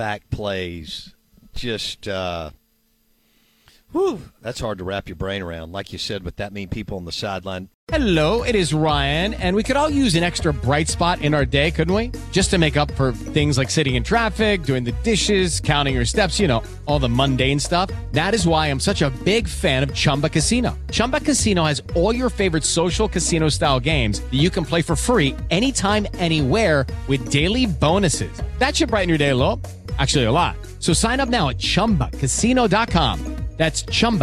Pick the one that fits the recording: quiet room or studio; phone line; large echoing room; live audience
phone line